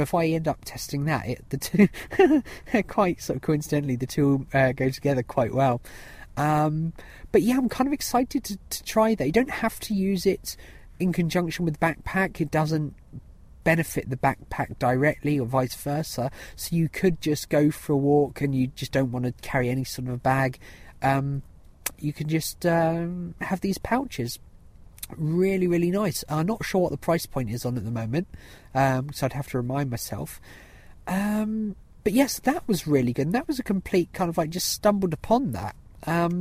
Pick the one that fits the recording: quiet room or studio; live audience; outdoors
outdoors